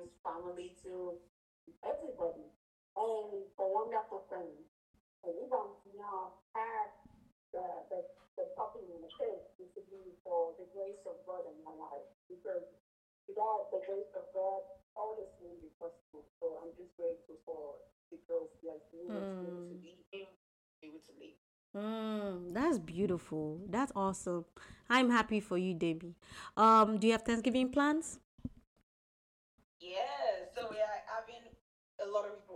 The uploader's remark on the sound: We truly apologise for the low audio quality.